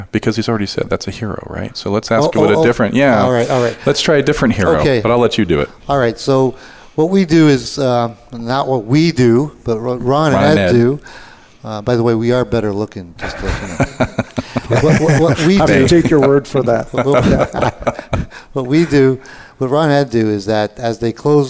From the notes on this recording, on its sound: Live Broadcast at the The IPBC IGNITE Conference